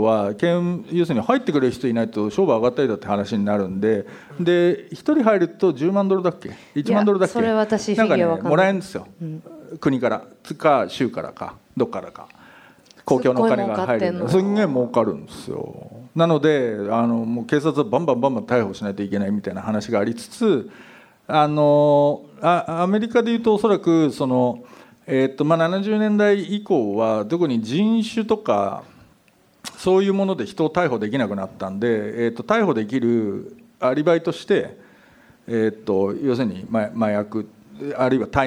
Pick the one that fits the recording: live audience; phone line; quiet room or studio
live audience